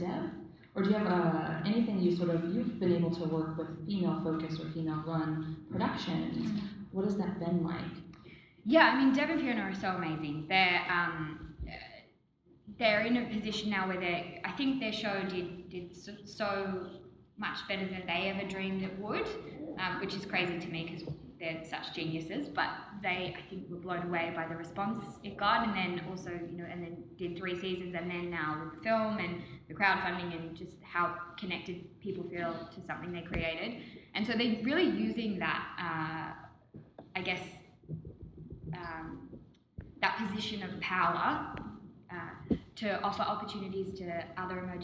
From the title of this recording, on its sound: Live at Miss Fisher Con